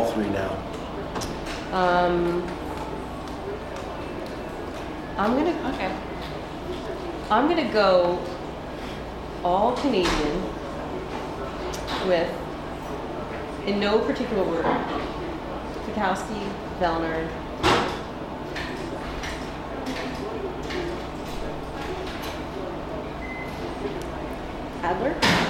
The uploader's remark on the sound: Friday Night Live at the CrossFit Games. Are spending the week in Madison, WI at the NOBULL CrossFit Games.